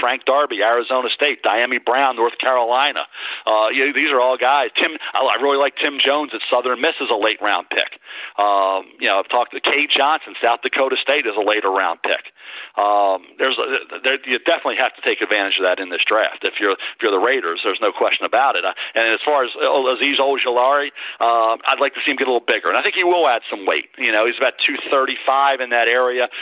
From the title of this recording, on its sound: NFL Draft Conference Call